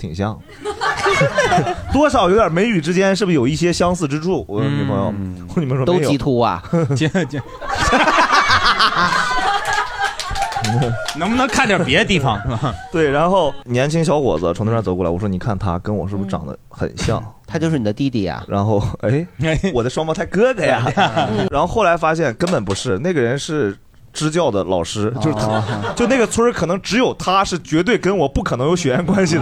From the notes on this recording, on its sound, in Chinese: 这是一档由喜剧演员们和现场观众朋友们共同录制的播客节目